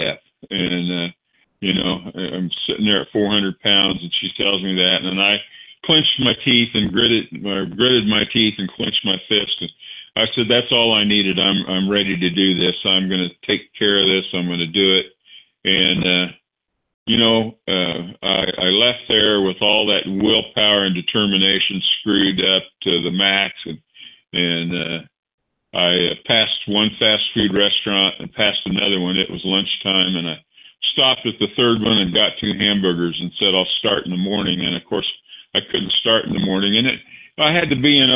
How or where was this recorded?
phone line